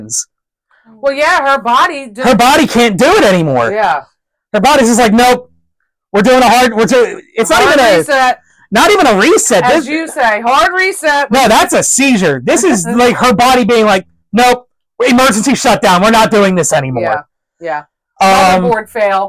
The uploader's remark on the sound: We apologize for the audio quality, we are very loud individuals who aren’t used to using mics.